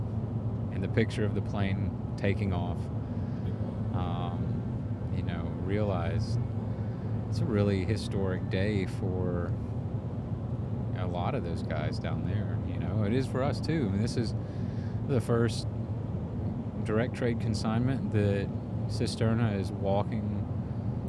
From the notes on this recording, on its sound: Our intention was for these Down and Back Again episodes to have a bit of structure, but setting up to record in the truck proved to be a little more difficult than anticipated. In this very late night episode, you'll hear pretty much nothing but rambling.